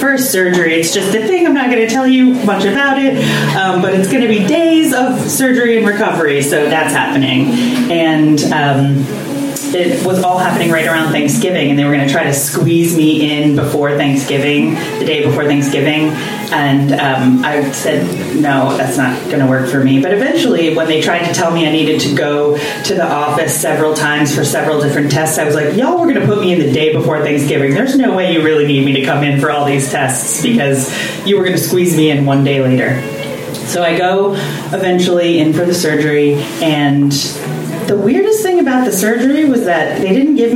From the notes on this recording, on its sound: Live from Genuine Joe's